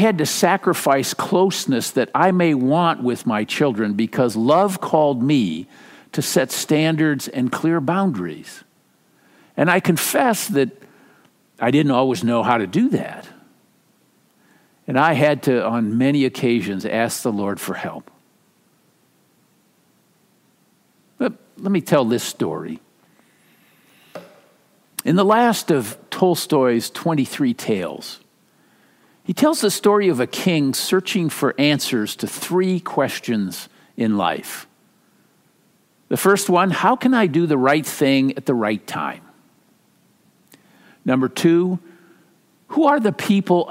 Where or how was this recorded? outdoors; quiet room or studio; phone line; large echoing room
large echoing room